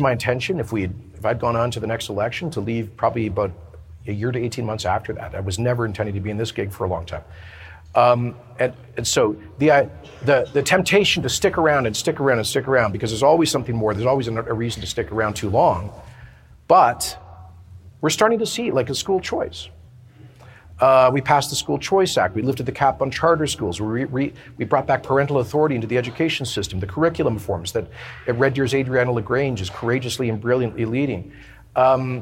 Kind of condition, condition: setting, busy venue